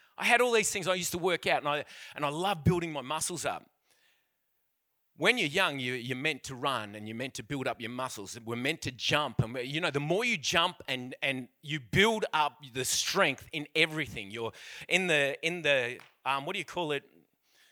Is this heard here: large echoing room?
yes